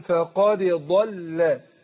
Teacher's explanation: أنا عندي الضاد مفخمة واللام مرققة